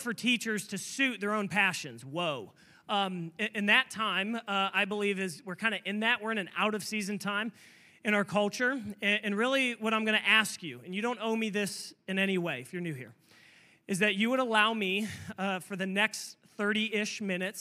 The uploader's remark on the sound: This message was preached on October 22, 2023 at FIVE39 Church.